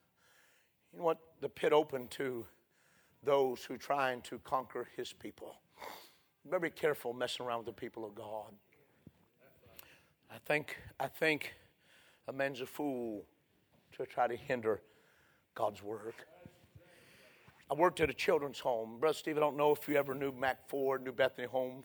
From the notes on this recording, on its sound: A sermon preached Sunday Morning